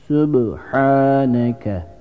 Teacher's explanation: Burada vakfedilen kelime sonunda harekenin düştüğünü görüyorsunuz. Sübhaneke kelimesinde kalkale harflerinden B üzerinde kalkale yapılıyor